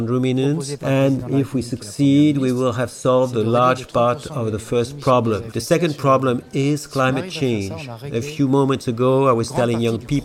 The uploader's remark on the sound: Live from the podcasts area of the 36th edition of SPACE